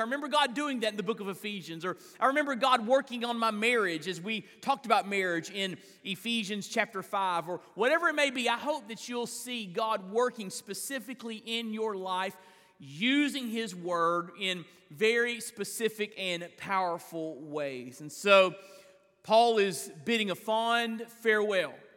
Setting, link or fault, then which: setting, large echoing room